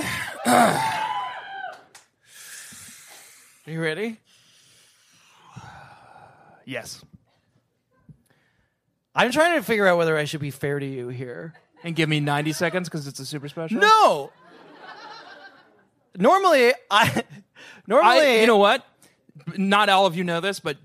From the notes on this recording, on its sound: Live at Littlefield in Brooklyn, NY. This is the first (and therefore, currently, best) BSCC live show!